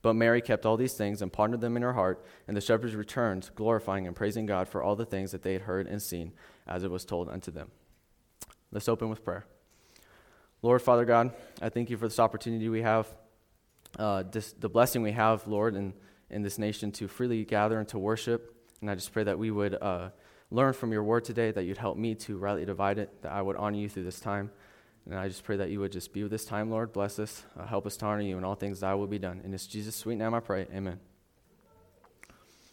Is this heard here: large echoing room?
yes